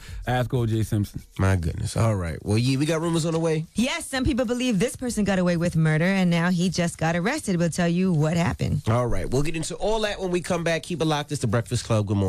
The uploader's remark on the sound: we opened up the phone lines